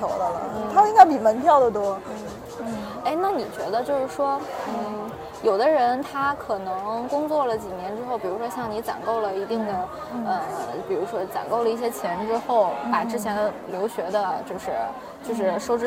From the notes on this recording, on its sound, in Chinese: 本期是记录了圣地亚哥海边遛弯儿的实时感受，以及圣地亚哥机场背景音的，轻松幽默的一期对谈。如果背景音过于嘈杂引发不适，只能期待大家多包容啦。圣地亚哥海边边走边聊。